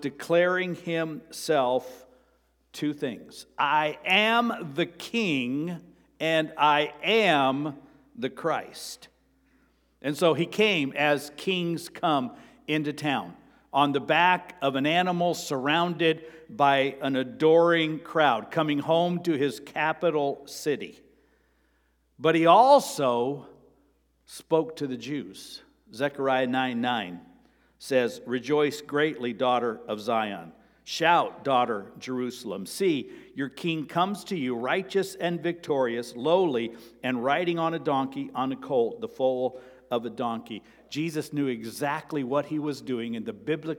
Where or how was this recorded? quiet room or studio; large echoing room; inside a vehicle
large echoing room